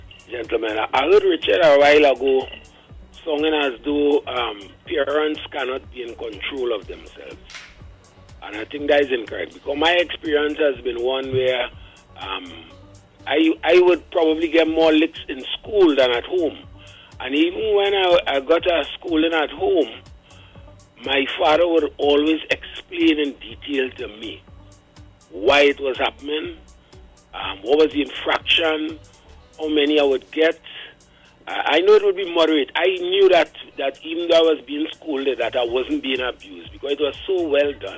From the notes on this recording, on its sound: we take more calls from the audience